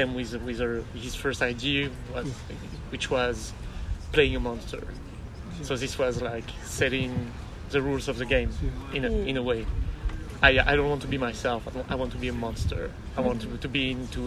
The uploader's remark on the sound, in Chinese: 这份音频采访是在今年五月戛纳电影节现场录制完成的